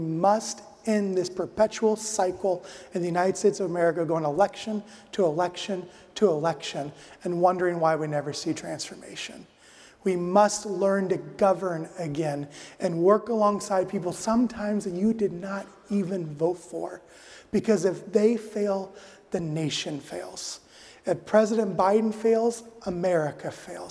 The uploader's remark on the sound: addresses the audience at the Family Leadership Summit